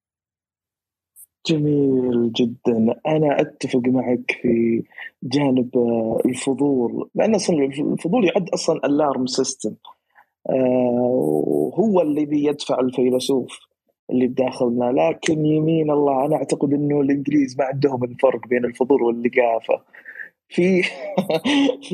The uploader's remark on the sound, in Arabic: تسجيل لمساحة ابن رشد الأسبوعية على منصة تويتر.